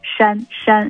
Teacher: 山啊，这个舌头不要碰牙呀，翘一点 · Term: 翘舌